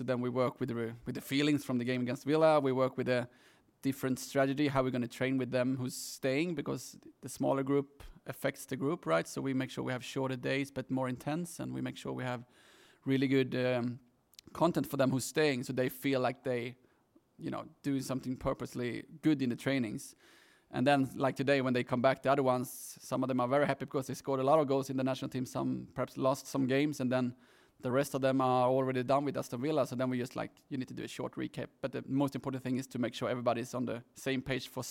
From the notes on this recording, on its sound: PRESS CONFERENCE. Arsenal Women v Tottenham Women: Women's Super League.